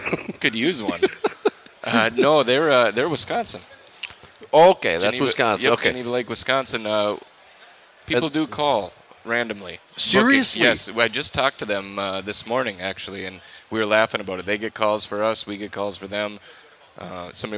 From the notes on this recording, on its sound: LIVE from the Golf Show. 2024 Minnesota Golf Show!